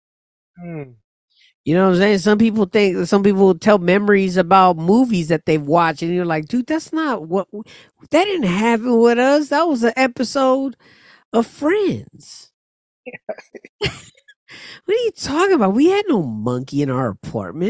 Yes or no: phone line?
no